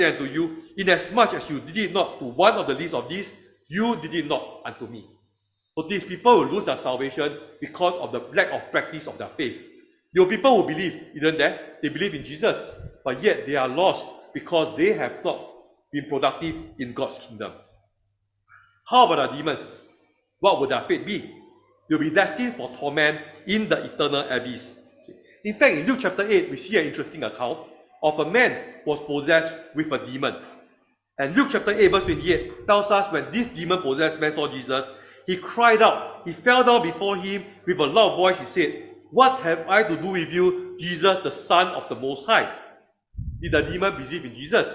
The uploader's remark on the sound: Recorded Live/Sermon